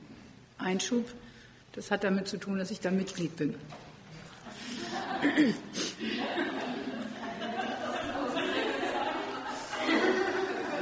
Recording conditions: live audience